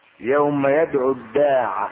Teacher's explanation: يدعو حذفت الواو منها لالتقاء الساكنين، حذفت لفظا وحذفت رسما تبعا للفظ